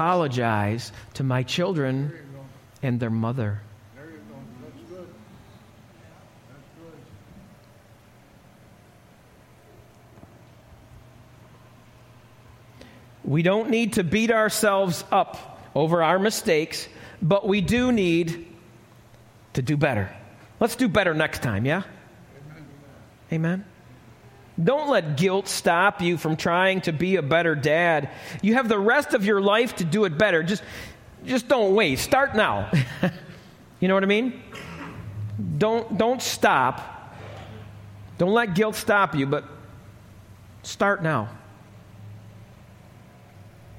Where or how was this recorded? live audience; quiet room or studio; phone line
live audience